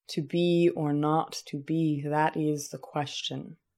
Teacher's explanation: stressed, unstressed, stressed, unstressed, stressed.